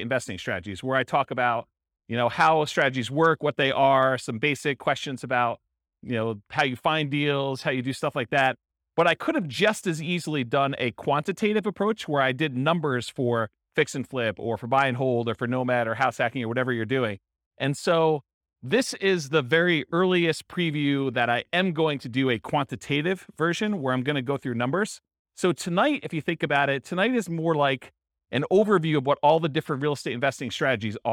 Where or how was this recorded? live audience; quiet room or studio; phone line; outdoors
live audience